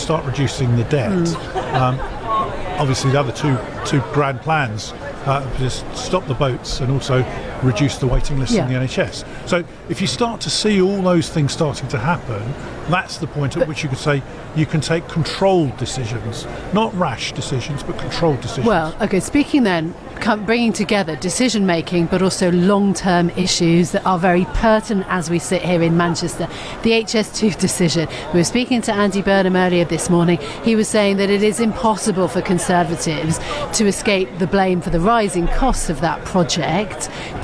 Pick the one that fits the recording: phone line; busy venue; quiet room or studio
busy venue